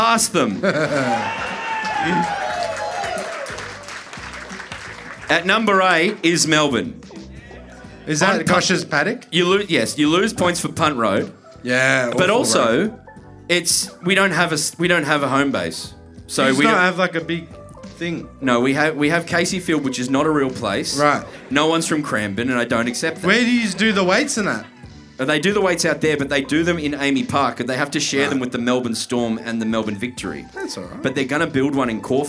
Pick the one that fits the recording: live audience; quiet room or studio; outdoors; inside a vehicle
live audience